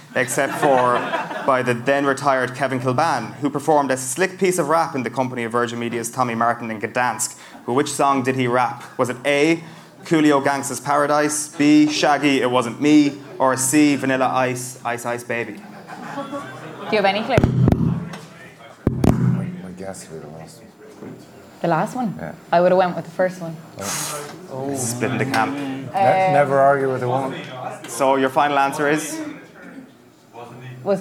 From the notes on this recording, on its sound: The Crappy Quiz in Galway. Live at the Roisin Dubh.